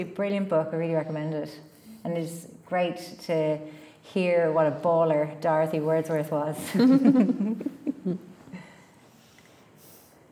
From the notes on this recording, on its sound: This panel discussion, recorded live in MoLI’s Old Physics Theatre.